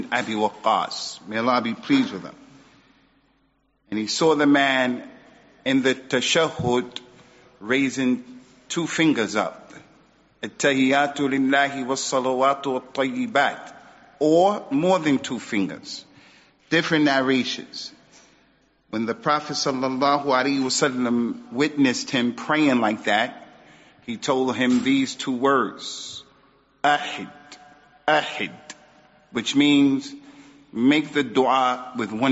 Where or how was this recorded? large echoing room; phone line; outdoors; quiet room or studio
large echoing room